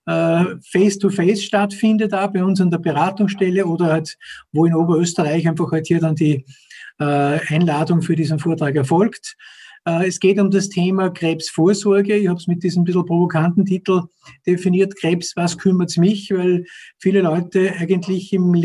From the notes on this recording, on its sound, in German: fand im Rahmen einer Web&Call- Vortragsreihe der Krebshilfe OÖ statt